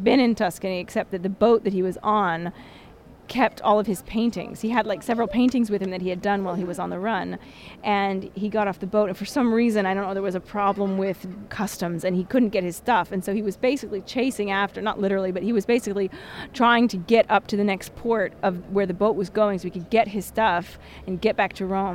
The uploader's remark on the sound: a rebroadcast of our walking tour through Rome